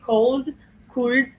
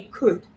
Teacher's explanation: And I would like to insist on could. We don't pronounce the L. · Shown in: second take · We don't say cold, could, we say could.